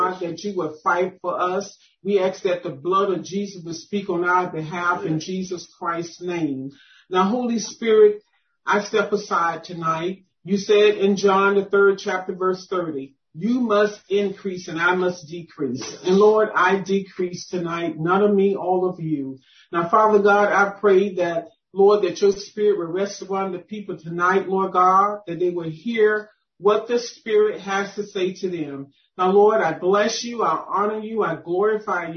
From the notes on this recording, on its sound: 2021 November Zoom Deliverance Meeting. Audio by Zoom Meetings.